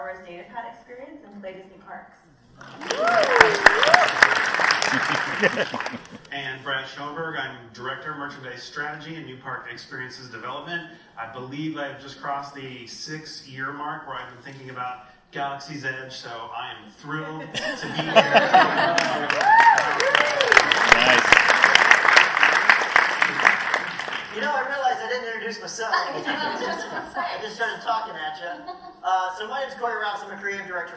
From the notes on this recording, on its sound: Disneyland. This episode is the audio from a special Q&A with Imagineering during a media preview of the new land.